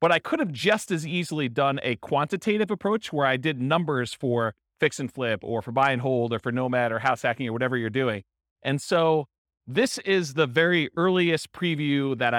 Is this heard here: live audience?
yes